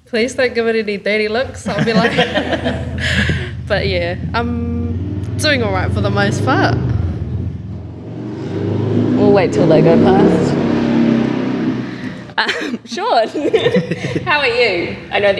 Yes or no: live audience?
yes